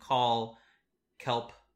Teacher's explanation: as soon as the vowel comes in, that's when the vibrations start. So if you put your hand on your throat and you say the k, it's not going to vibrate right away.